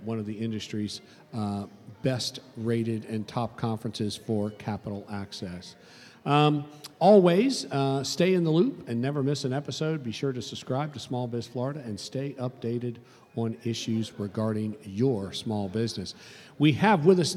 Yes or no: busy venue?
yes